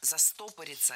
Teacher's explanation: Ударным должен быть корень слова «застопориться».